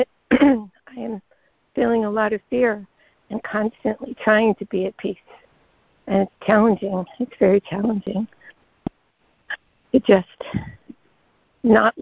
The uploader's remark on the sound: ACIM Daily Conference Call.